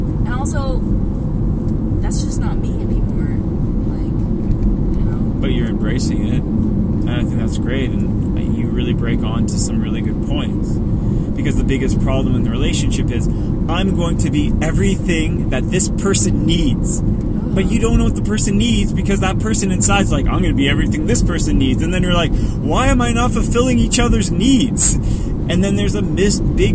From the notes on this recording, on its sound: On the way to a cottage we got into talking about life, love relationships and so much more we felt we needed to recorded it and share. Carcast aka podcast in a car.